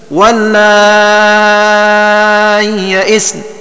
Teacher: وإبدالها ياء ساكنة مع المد المشبع للساكنين